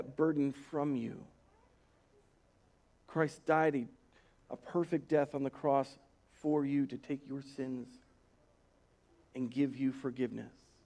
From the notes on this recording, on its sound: Recorded on March 1st, 2020 at Word of Life Church in Le Sueur, MN.